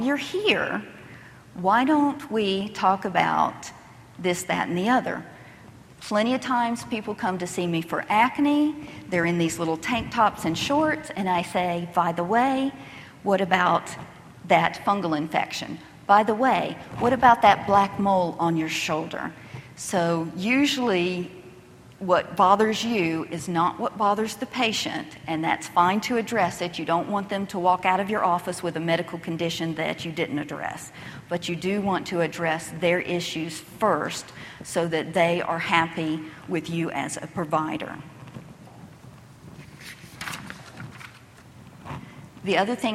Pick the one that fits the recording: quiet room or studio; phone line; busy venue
busy venue